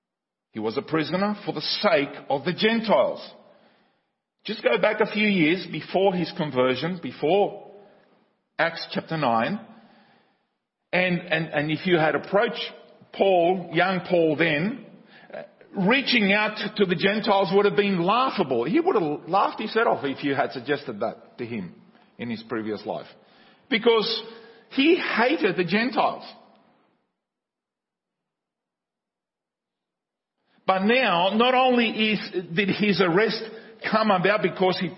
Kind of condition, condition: setting, large echoing room